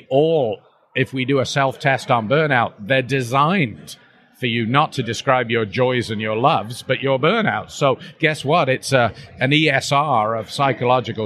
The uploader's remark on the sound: This podcast was recorded at the Intensive Care Society State of the Art meeting in London 2018. The audio was recorded live and at the venue so there is a fair bit of background noise.